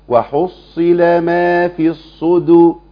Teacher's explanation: الصاد عندي مكسوره فضعيفه شدها بالكسر فما كبرهاش قوي ما تخنهاش قوي